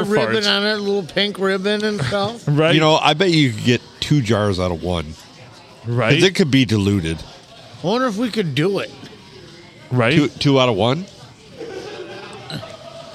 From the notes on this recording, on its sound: Recorded under a cloud at Thumbs Up in lovely downtown Croswell.